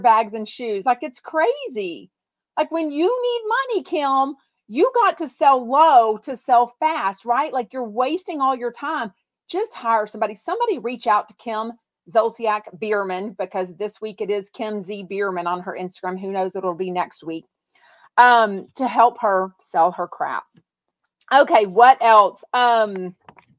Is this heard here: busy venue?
no